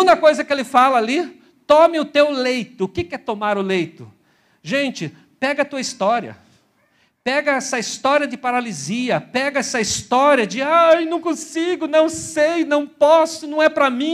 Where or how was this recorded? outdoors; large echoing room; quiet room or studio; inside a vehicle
large echoing room